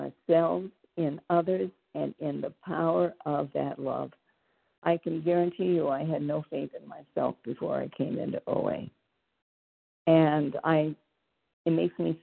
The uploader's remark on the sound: from the 100 Pounders Phone Meeting, 2/21/24.